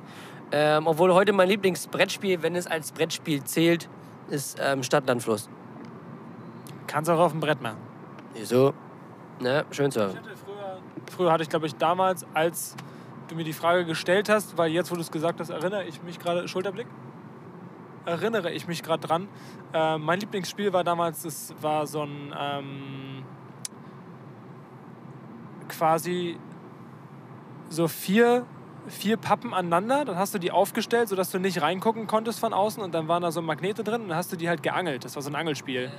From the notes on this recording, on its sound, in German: (Car-Edition). Die erste Folge die während einer Autofahrt aufgenommen wurde.